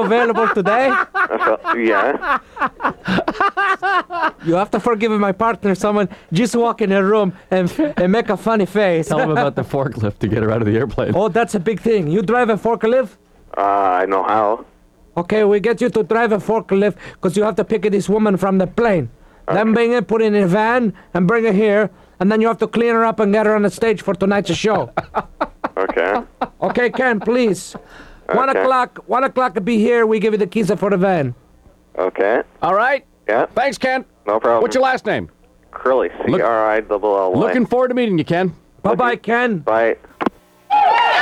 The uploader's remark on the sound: Prank phone call, but this time in reverse.